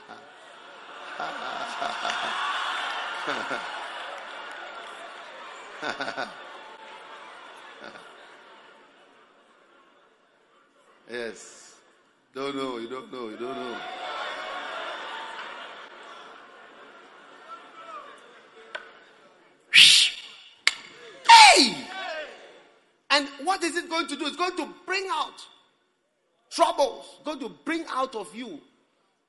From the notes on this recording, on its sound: Preached at the Prophetic Ecounter Service.